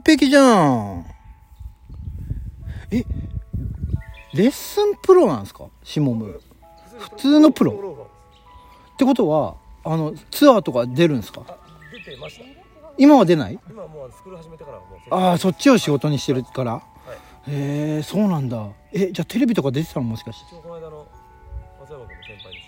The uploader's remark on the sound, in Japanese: 千葉県成田市の素敵なゴルフ場で収録しておりまーす。京カントリークラブ。